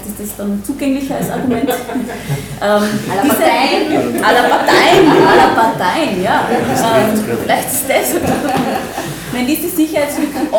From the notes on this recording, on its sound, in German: Mitschnitte von der Veranstaltung von Mittwoch 11. In der Wiener Digital Society.